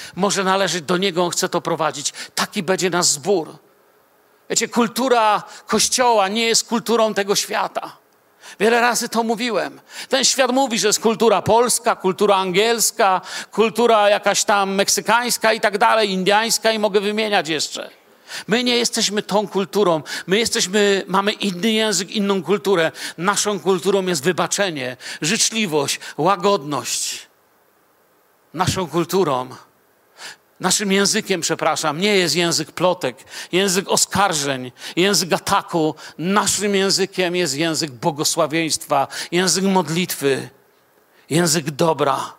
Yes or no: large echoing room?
yes